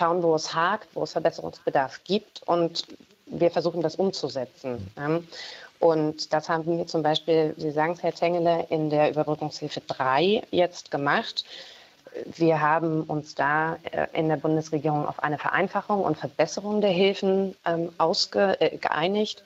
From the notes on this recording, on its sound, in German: DEUTSCHLANDFUNK. Alle zugeschaltet per Telefon.